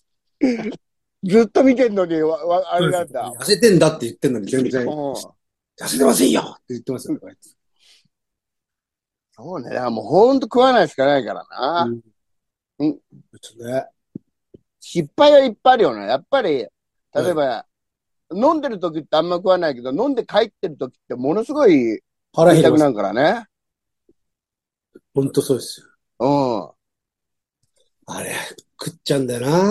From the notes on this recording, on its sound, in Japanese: ZOOMで収録